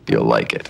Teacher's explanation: it's got some vocal fry, but not in an obnoxious way, no, in a deep, good, satisfying way.